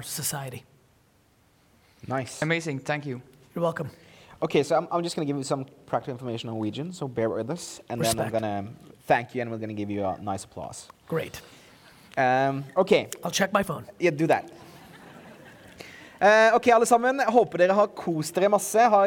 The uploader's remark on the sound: Oslo Business Forum 2017. This event started out with a Keynote, leading into a Fireside chat, eventually finishing with a live audience Q&A straight through.